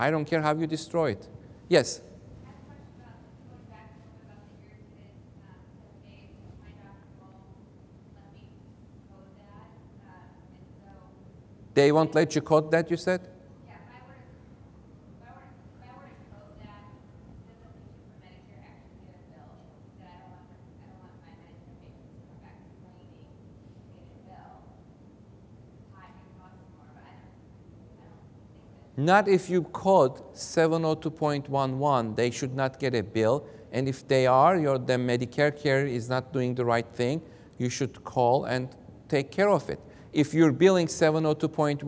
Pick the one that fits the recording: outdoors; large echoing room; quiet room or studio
large echoing room